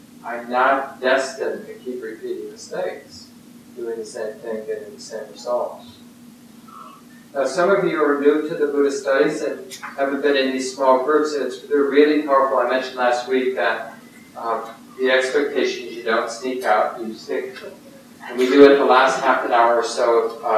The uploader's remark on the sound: Poor Audio Quality